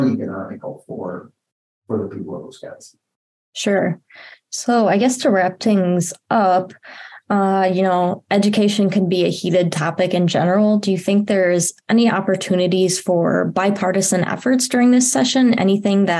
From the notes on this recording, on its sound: in a Zoom interview